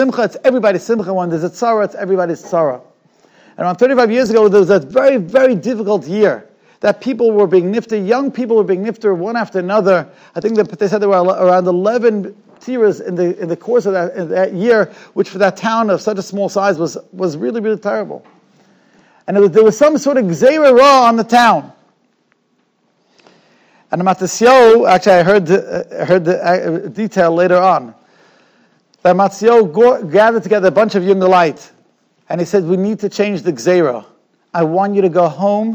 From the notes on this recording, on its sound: Shiur recorded in Yeshivas Ohr Reuven, Monsey, NY.